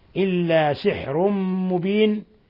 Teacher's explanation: تنوين ضم جاء بعده الميم إضغام بغنة، سواء قرأنا سحر مبين كقراءة الأكثر أو ساحر مبين على قراءة حمزة والكسائي وخلف، ففيها إضغام بغنة.